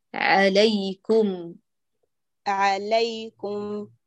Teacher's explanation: أتم الفتحة ليؤتى بالياء لينة خالصة